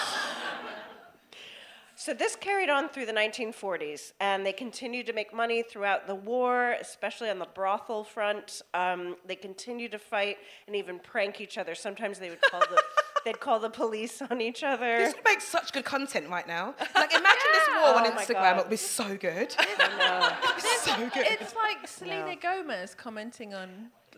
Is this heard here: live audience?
yes